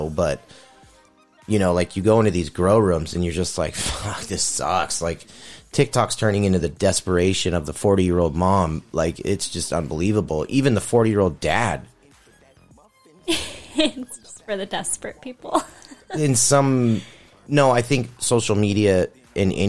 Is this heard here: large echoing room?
no